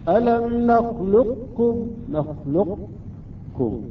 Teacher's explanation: نضرب على القاف ونرفع اللسان من مخرج الكاف · Term: إدغام ناقص